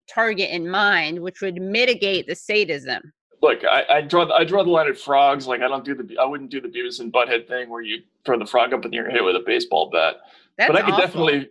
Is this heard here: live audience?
no